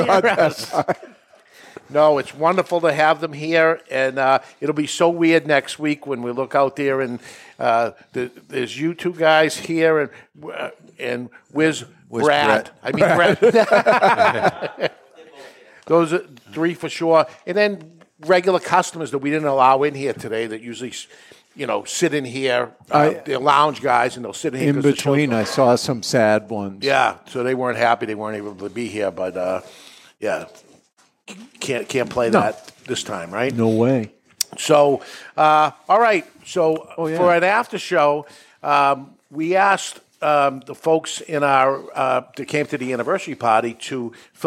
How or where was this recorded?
live audience